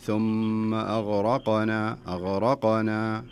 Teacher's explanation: يعني مفروض تقرأها ثم أغرقنا أغرقنا، القاف فيها قلقلة